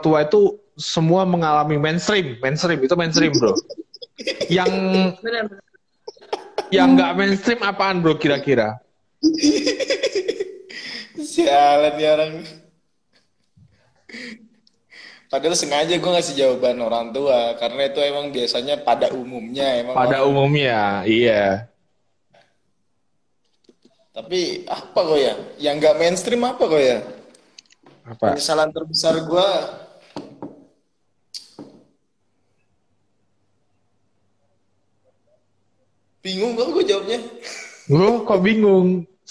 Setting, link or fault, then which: link, video call